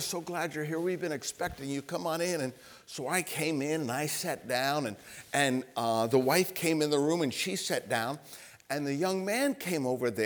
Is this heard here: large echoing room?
yes